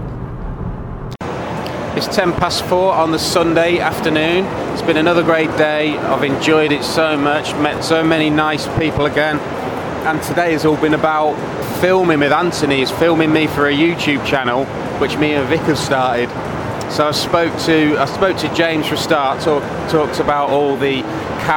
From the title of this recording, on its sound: Play Expo Audio Diary